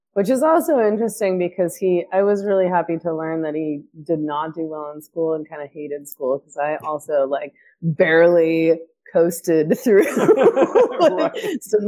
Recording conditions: poor microphone